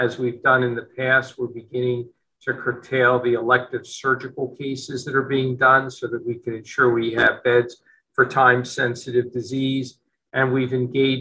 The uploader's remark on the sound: From a virtual press conference held on December 9, 2021.